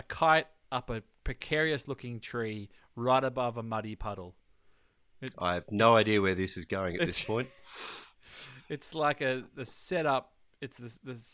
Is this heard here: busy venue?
no